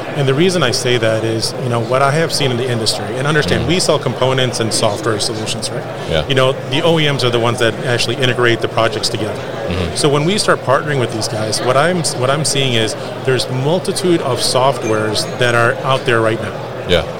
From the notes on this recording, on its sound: Live from ProMat 2023